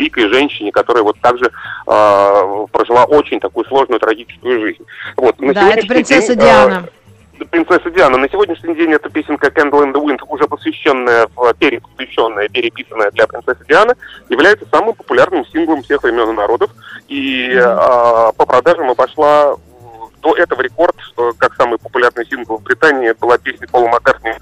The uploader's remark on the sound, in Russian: По телефону